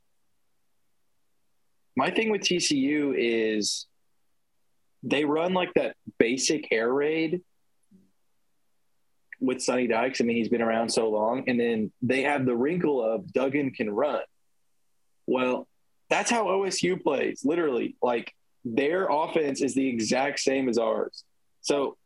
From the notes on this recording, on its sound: This is our first podcast via Zoom.